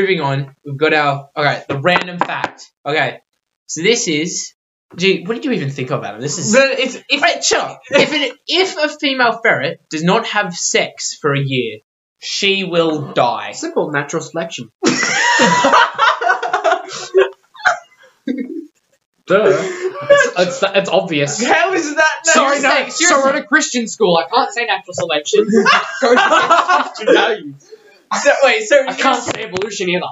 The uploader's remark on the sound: Keep in mind we will have a much better mic next episode.